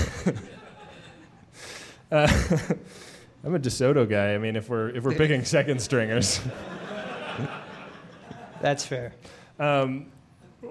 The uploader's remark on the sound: It's our third ever live show, recorded at Piano Fight in San Francisco!